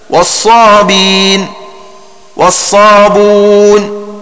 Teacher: وقرأ نافع بترك الهمز في اللفظين مع ضم الباء في والصابئون هكذا: والصابين والصابون.